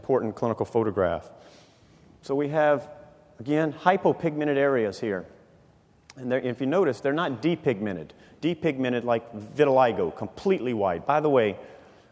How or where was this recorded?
live audience